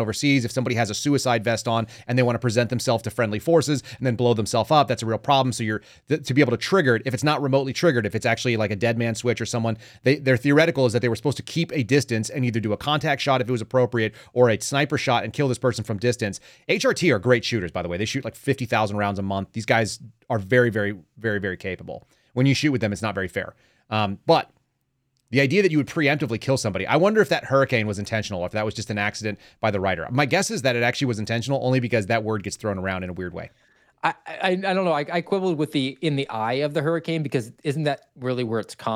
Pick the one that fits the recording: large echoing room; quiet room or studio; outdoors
quiet room or studio